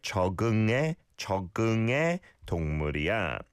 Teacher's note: You can hear the 기억 받침 of chok blending on to the ung sound next